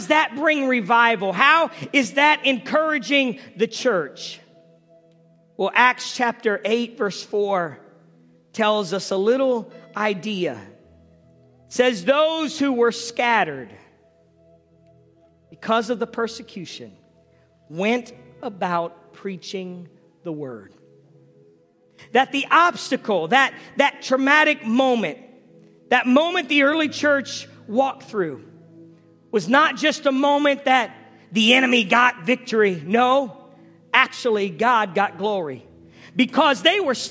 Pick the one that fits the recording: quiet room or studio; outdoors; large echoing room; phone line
large echoing room